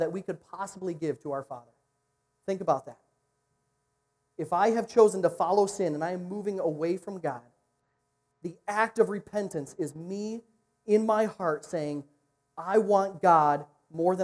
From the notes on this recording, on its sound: recorded at niteLIFE on Sunday, November 3